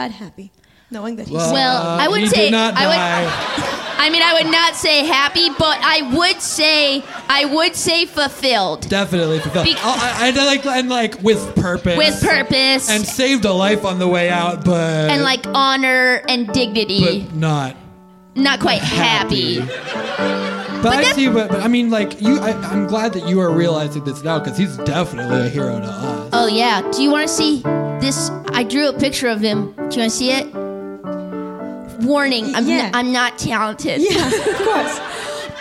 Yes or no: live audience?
yes